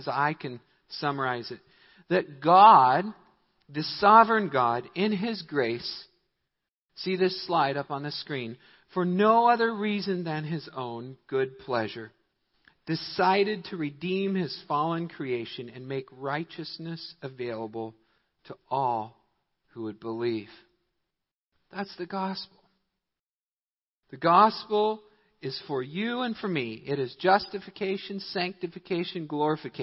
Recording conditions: large echoing room